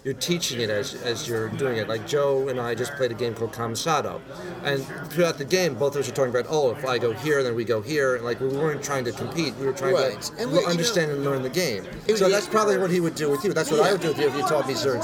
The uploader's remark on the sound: live from ConnCon in Stamford Connecticut